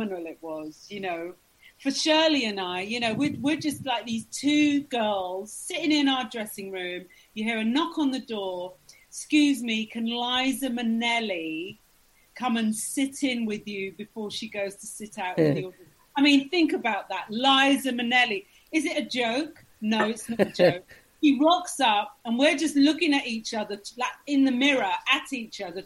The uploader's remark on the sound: on the Zoom with the pair of them